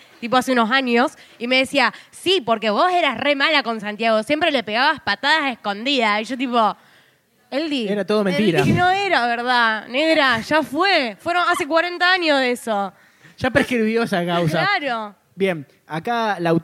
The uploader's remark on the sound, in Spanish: ¡ES EL SEGUNDO BARLEY EN VIVO! Grabado en vivo desde Zapata, en la ciudad de Rosario. ¡Muchas gracias a toda la gente que asistió, escuchó y se rió con nosotros!